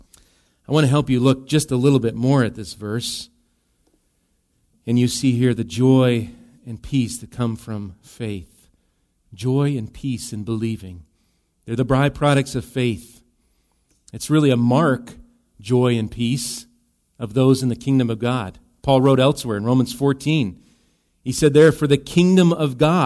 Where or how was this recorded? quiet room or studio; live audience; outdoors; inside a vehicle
live audience